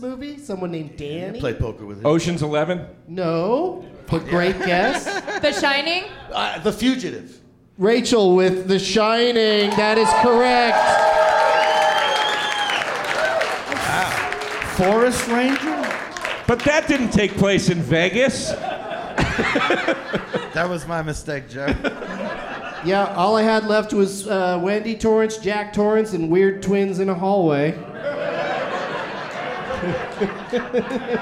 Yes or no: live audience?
yes